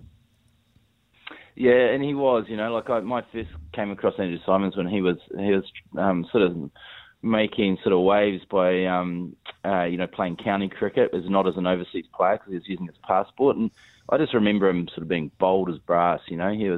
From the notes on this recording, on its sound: We were joined on the phone